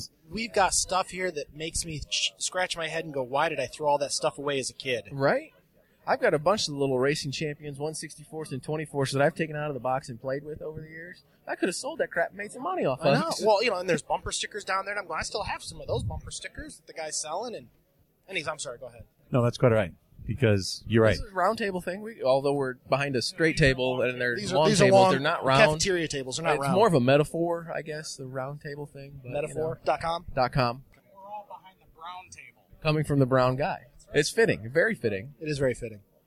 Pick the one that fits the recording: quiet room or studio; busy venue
busy venue